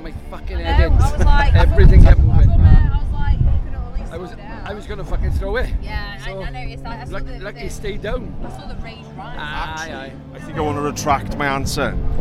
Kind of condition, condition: fault, wind noise